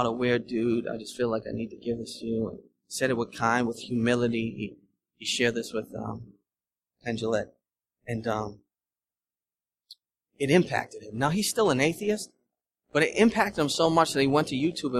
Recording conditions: large echoing room